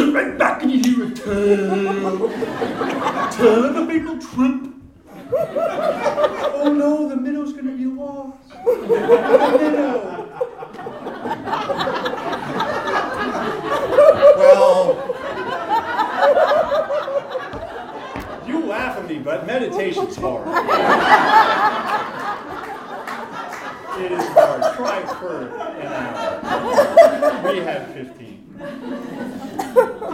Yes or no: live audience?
yes